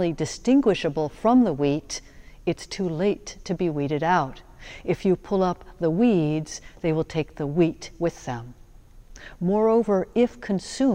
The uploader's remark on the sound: Sermons from Old South Church in Boston